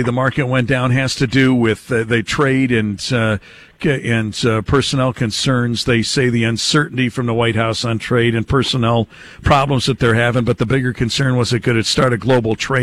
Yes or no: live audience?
no